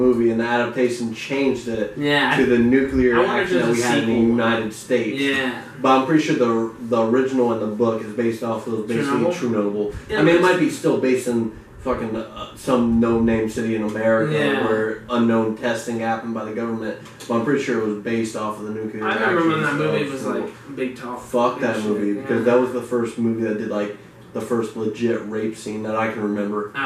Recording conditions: poor sound quality